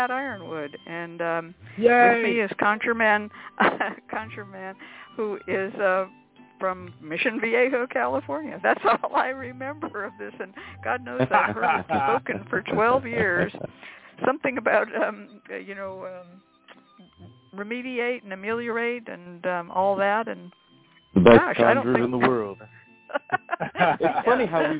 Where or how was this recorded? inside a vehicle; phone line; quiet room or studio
phone line